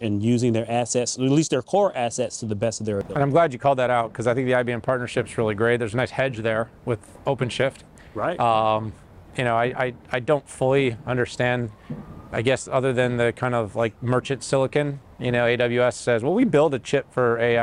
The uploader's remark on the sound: Recorded at VMware Explore 2023 EU